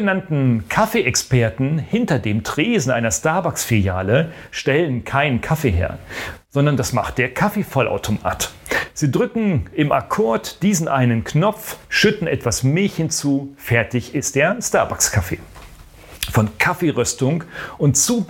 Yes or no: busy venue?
no